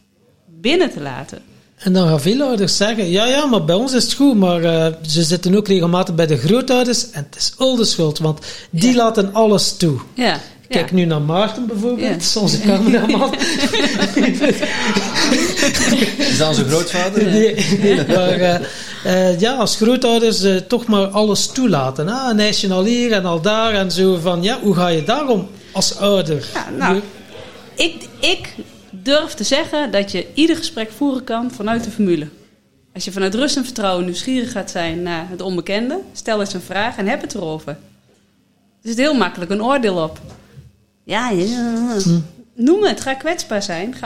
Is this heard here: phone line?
no